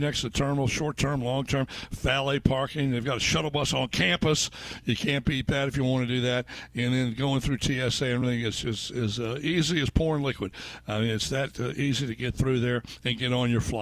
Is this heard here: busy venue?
yes